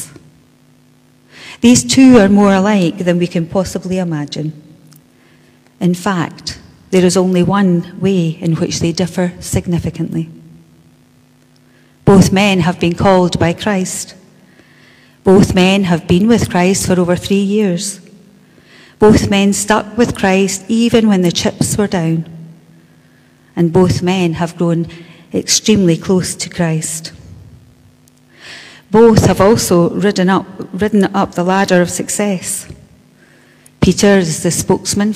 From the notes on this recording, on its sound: Our live stream of todays service celebrating Holy Week. Today we welcome our fellow Bo'ness Churches for this special event.